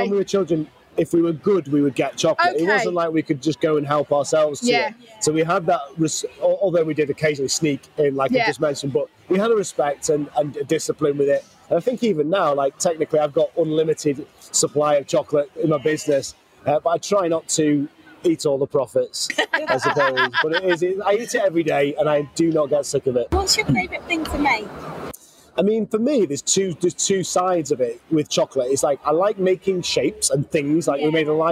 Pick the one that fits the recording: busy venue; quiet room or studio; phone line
busy venue